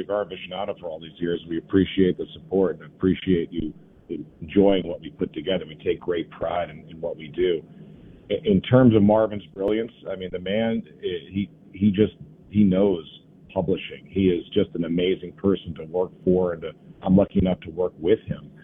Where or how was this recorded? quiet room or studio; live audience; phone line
phone line